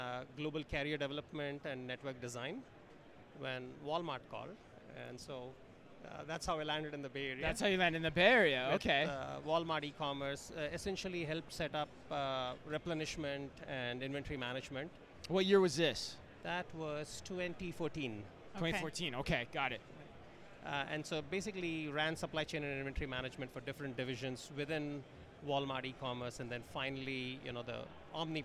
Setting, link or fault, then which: setting, busy venue